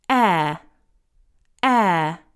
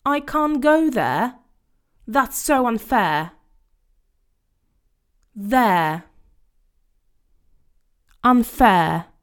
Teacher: This diphthong consists of an e sound and a schwa, e, but nowadays it sounds like a long air. · Term: diphthong air